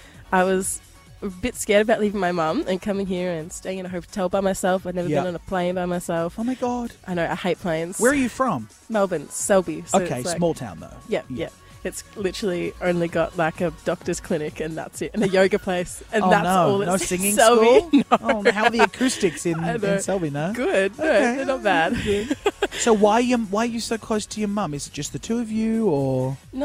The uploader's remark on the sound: Live at Australian Idol